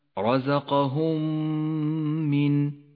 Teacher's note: تدغم الميم الساكنة بالميم المتحركة لتصيرا ميما واحدة مشددة تغن بمقدار 2 حركات · Term: الإدغام الشفوي المتماثل